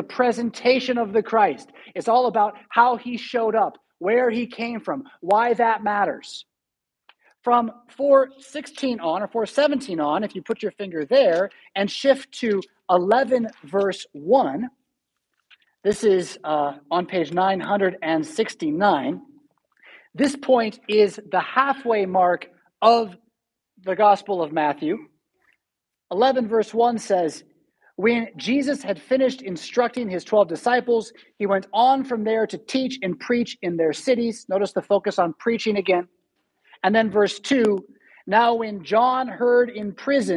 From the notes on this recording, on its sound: Preached at St Paul Lutheran Church , Rockford, Illinois on March 6, 2022.